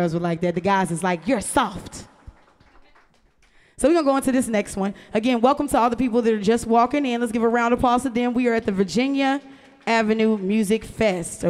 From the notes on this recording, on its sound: Perform at the Virginia Avenue Music Festival. Perform at the Virginia Avenue Music Festival.